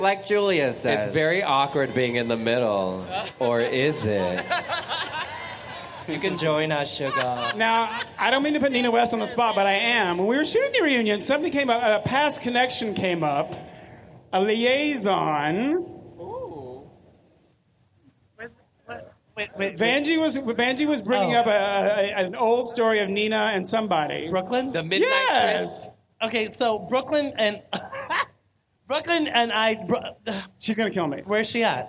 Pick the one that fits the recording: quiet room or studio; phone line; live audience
live audience